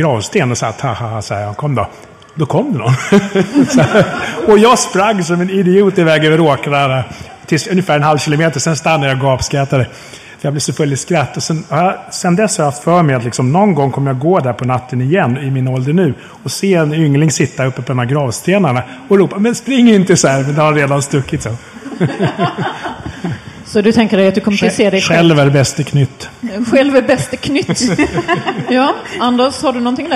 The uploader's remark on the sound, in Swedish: spelar in ett specialavsnitt inför publik